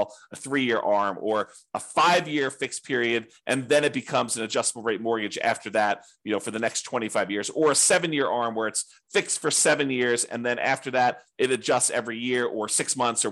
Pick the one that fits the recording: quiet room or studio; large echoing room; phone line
quiet room or studio